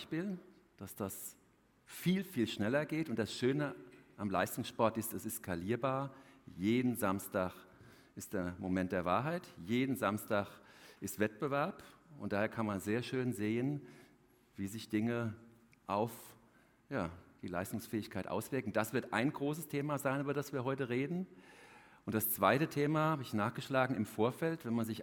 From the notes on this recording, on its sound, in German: im Live-Bühnentalk auf der FANOMICS Konferenz im April 2023